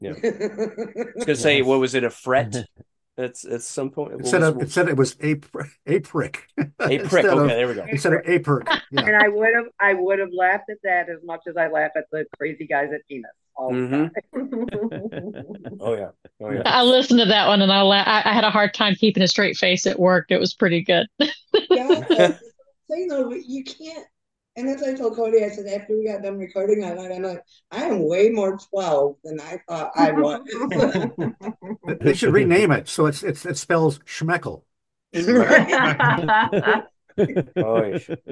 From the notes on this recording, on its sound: Winter Solstice Zoom party 2023.